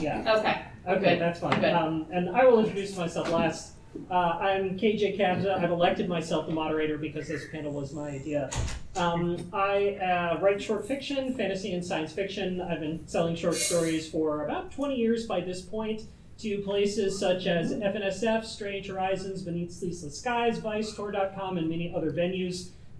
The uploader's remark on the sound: Tucson Comic Con 2023. Recorded live at Tucson Comic-Con on Saturday afternoon.